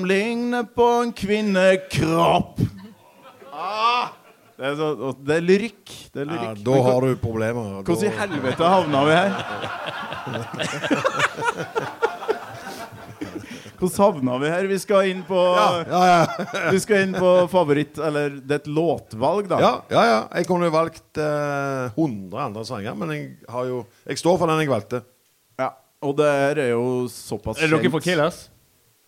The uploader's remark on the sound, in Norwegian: Live fra Kopervik